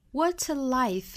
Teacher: What a life 这个 what 和 a 连读成 water